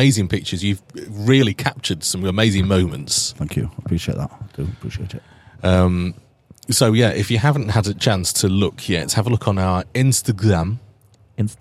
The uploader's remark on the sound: We sit down at Bloodstock